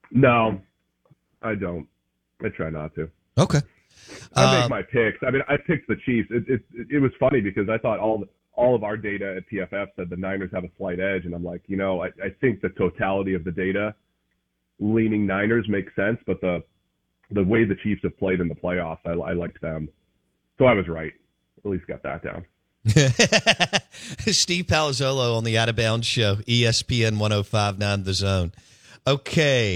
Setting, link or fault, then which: link, phone line